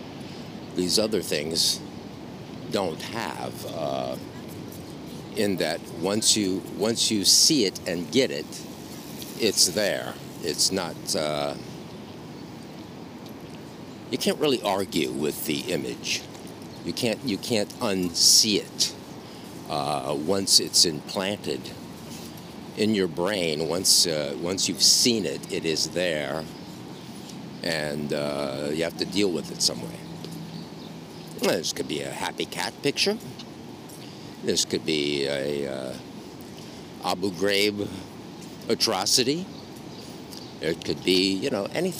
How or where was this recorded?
outdoors